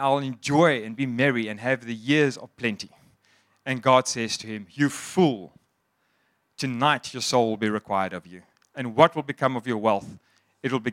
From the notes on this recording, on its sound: Sunday Sermon. At Joshua Generation Church Mossel Bay PM congregation.